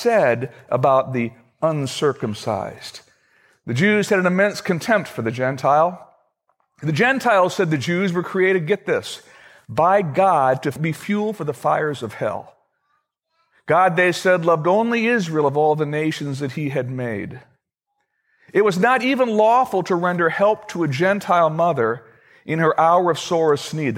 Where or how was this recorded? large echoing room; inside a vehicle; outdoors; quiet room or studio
large echoing room